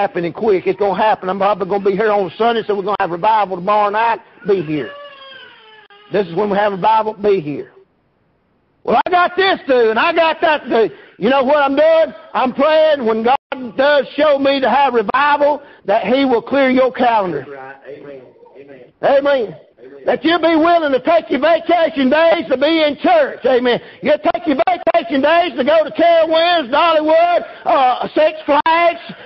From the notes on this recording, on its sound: Preached at Prayer Baptist Church